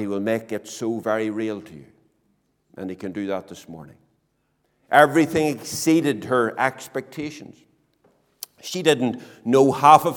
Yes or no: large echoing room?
yes